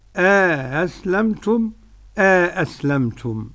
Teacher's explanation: وقرأ هشام بالتسهيل والتحقيق مع الإدخال